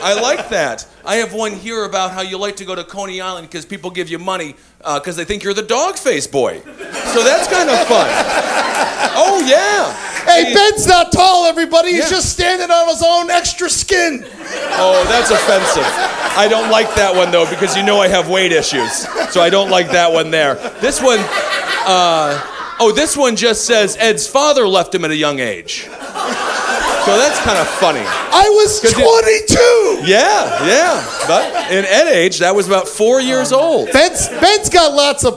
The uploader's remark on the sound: on this very special live episode